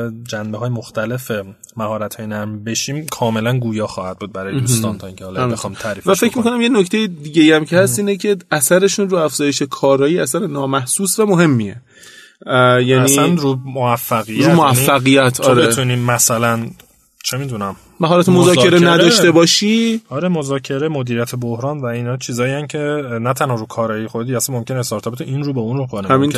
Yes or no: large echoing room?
no